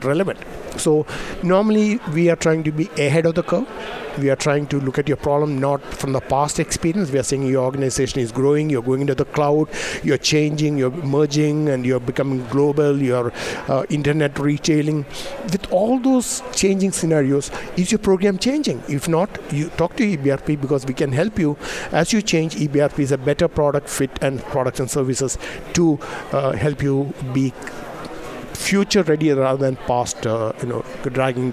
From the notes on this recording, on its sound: Live From Disaster Recovery Journal Conference 2018. This is hour 3 from the Live broadcast.